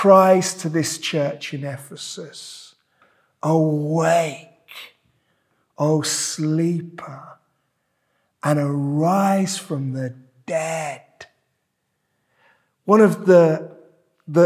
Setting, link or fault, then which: setting, large echoing room